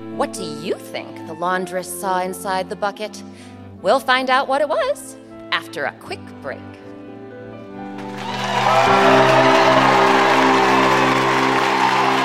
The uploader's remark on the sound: Recorded live at The Cowell Theater in San Francisco